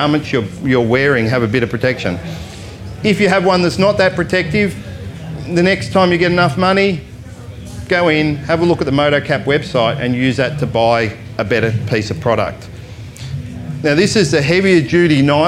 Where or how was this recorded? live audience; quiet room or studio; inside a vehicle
live audience